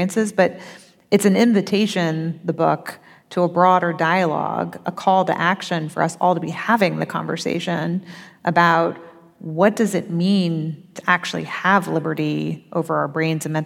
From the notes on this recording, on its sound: The conversation took place in San Francisco on April 16th at the Sydney Goldstein Theater, and was hosted by City Arts & Lectures.